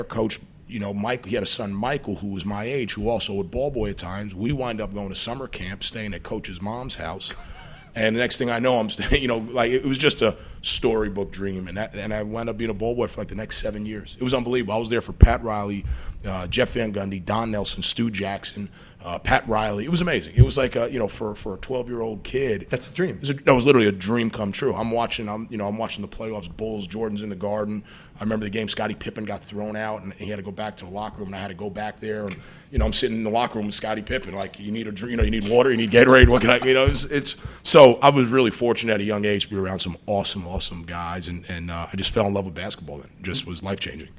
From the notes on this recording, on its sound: Broadcasting live from Jack Demsey's bar